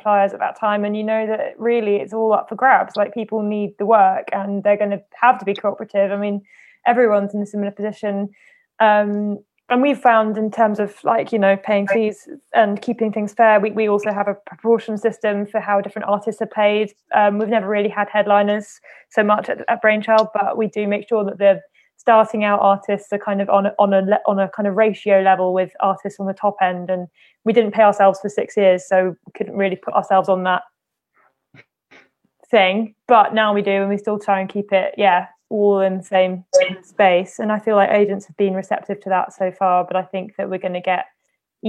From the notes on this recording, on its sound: This discussion initially happened over live stream in April just as Covid-19 lockdown had been put in place. This was our first digital panel so apologies for the audio quality.